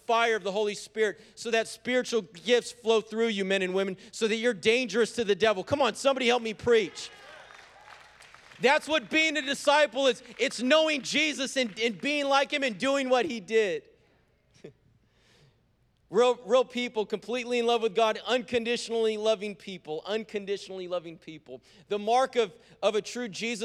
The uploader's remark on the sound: preached on January 30th at the 11:30AM service